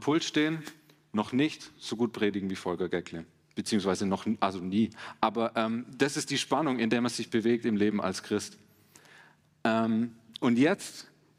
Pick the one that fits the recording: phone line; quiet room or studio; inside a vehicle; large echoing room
large echoing room